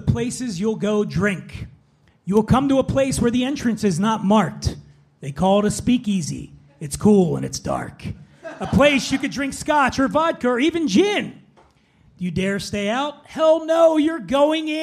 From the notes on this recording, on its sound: Live from The Stand Comedy Club, NYC. We celebrate a return to semi-normalcy with a live recording at The Stand Comedy Club in New York City.